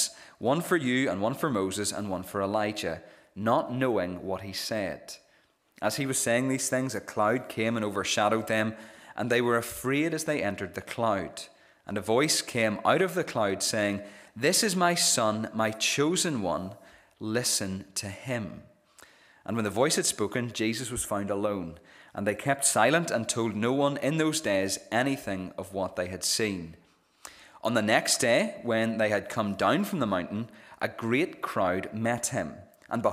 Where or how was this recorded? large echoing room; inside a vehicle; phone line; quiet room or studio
large echoing room